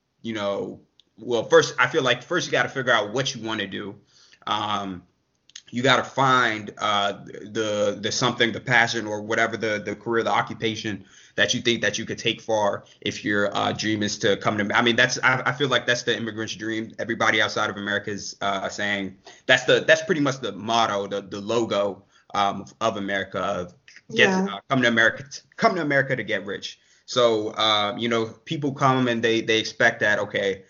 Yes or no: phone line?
no